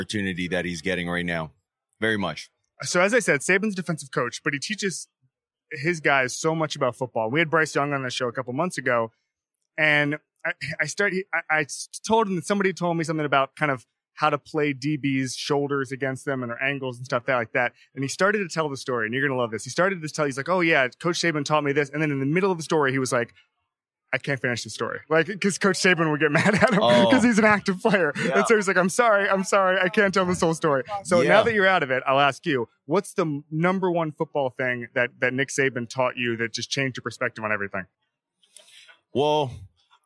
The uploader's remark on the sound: On the final day of Super Bowl LVII radio row